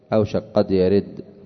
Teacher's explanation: بعد عسخ لولق أوشك قد يرد، أوشك قد يرد، وهذا ما يسمى عندهم بالإدغام، إدغام يعني كبير مع القلب لقرب مخرج الكاف من مخرج القاف، تقلب الكاف قافا وتضغم في القاف